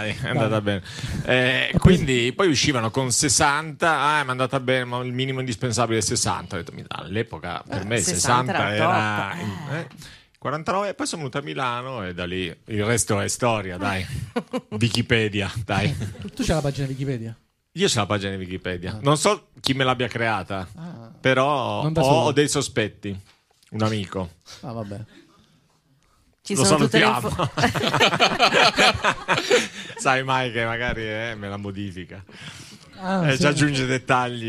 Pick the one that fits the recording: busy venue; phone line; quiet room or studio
busy venue